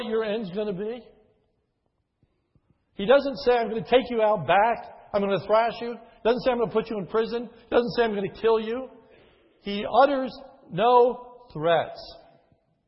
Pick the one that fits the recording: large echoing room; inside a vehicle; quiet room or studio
large echoing room